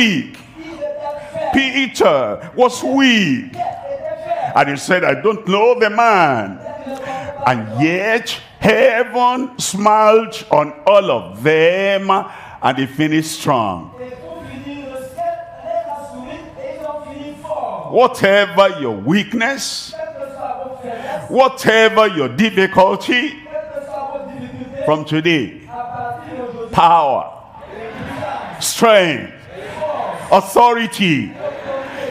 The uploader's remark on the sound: live from Douala, Cameroon.